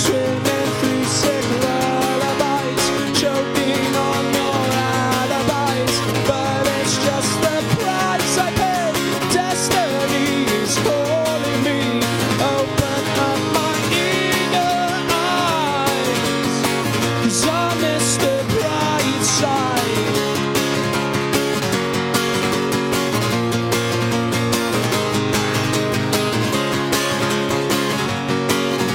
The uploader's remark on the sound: LIVE at the County Show! Live from the Pembrokeshire County Show.